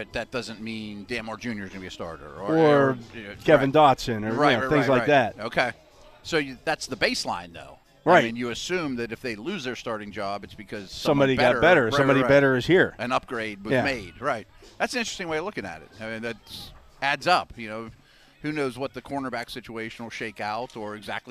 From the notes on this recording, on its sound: live from day 5 of Steelers' OTAs from the UPMC Rooney Sports Complex